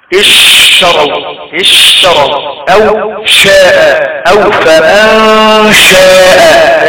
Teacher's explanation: فأما صفة التفشي كما ذكرنا هي انتشار نفس. ينتشر نفس في الفم عند القراءة بحرف الشين. يحدث تفشي يعني انتشار.